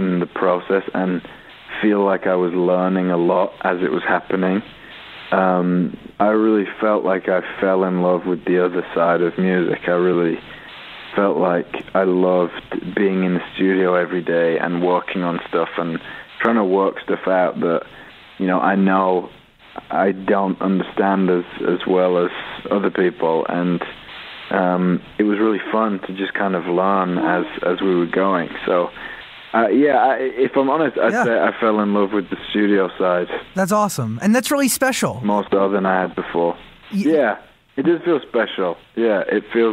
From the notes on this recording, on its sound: called in to chat with us